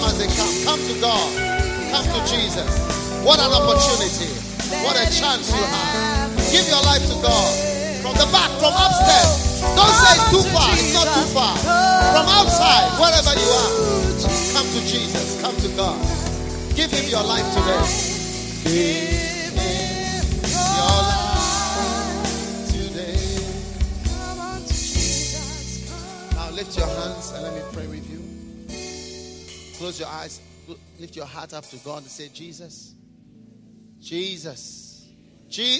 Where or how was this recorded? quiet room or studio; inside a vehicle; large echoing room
large echoing room